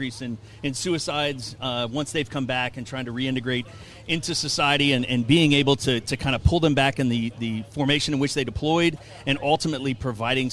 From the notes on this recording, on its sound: LIVE From Rama Jama In Tuscaloosa. Goes LIVE from Rama Jama outside of Bryant-Denny Stadium in Tuscaloosa for the Texas-Alabama game.